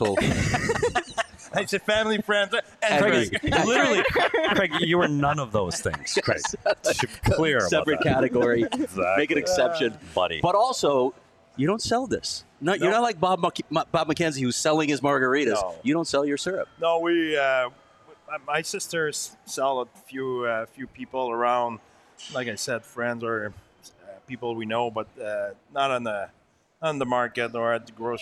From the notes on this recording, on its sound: live at the Ice Den Scottsdale